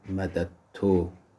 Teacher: مثلا در کلمه مدد تو که دال دوم و تا که ضمیر متقارب هستن، هم جنس نیستن، مثل هم نیستن، ولی در هم ادغام میشن. موقع تلفظ مدد تو رو به صورت مدد تو با تا مشدد تلفظ میکنیم، اینو بهش میگیم ادغام متقاربن.